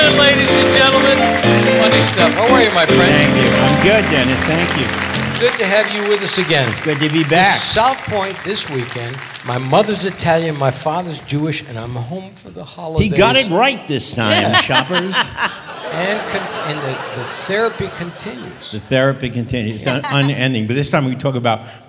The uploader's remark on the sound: Live at the SouthPoint Casino